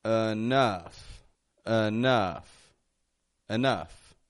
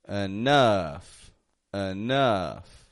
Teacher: Notice I'm not saying enough or enough, making two strong syllables, but enough. I'm making the E in the beginning into a schwa sound, an sound. And then the OU in the middle are getting an sound as well, but a stronger one, a short U.